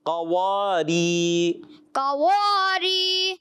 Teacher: वाव अलिफ ज़बर वा, कवा कवा कवा, रा या ज़ेरी कवारी। अब देखें, काफ मोटा, वाव बारीक, री बारीक